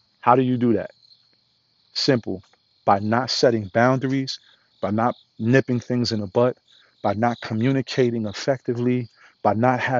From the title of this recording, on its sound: Walk & Talk